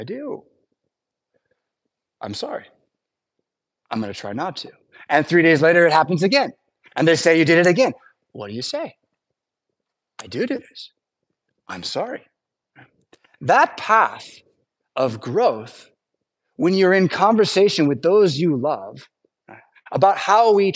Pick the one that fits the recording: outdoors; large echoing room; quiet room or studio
large echoing room